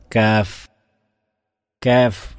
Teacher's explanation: ഇതിന് തൊട്ടുശേഷം വരുന്ന മഖ്റജാണ് ഈ അഖ്സൽ ലിസാന് തന്നെ 2 മഖ്റജാണ്, ഫൗക്ക് അതിൻ്റെ മുകളിൽ, ഏറ്റവും അങ്ങേയറ്റം മുകളിൽ ഖാഫ്, അതിന് തൊട്ടു താഴെ മുമ്പ് വരുന്ന മഖ്റജാണ് ഖാഫിൻ്റെ തൊട്ട് താഴെ വരുന്ന മഖ്റജാണ് കാഫ്